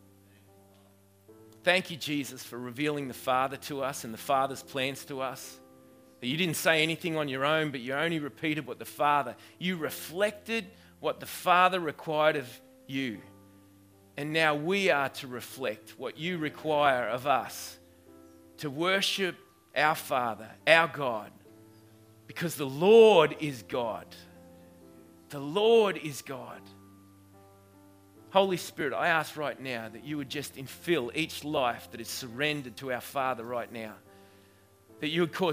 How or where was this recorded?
large echoing room